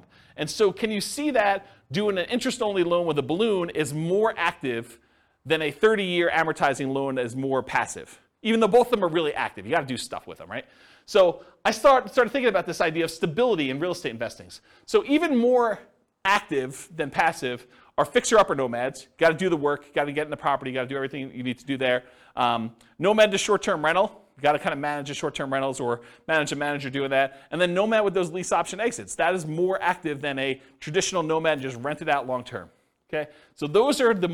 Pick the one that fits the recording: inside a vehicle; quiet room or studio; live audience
live audience